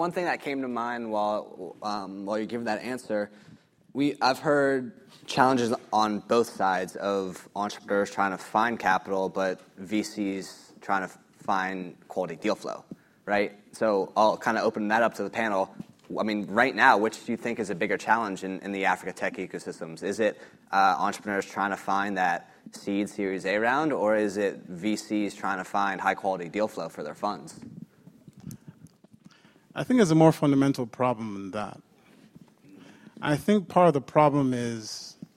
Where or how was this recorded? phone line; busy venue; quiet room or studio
busy venue